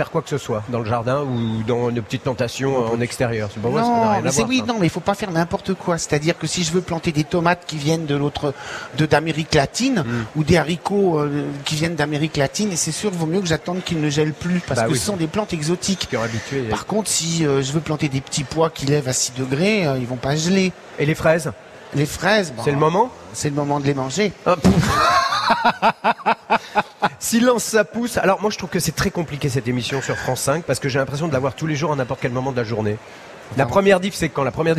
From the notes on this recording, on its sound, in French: En direct de la Foire de Paris.